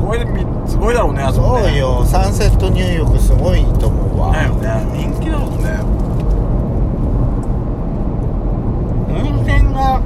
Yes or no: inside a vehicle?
yes